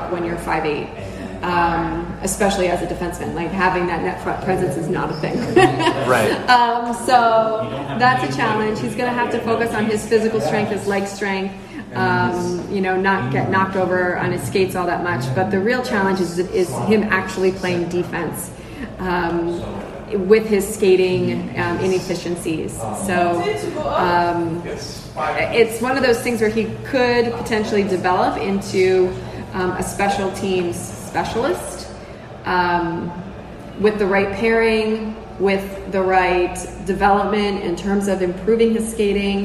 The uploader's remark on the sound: live from the NHL Draft in Montreal